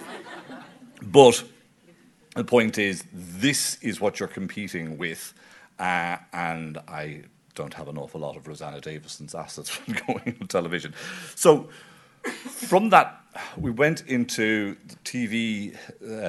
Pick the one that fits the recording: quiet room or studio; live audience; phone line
live audience